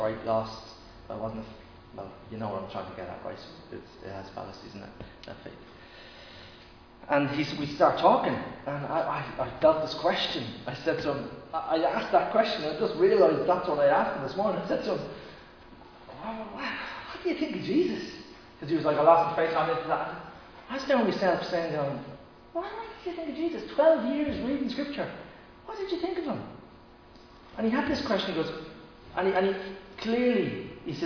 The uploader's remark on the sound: Recorded live in Liberty Church on 8 August 2021.